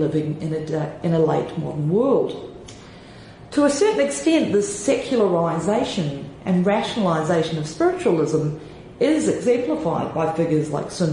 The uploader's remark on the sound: Plenary Address FILLM Conference, India.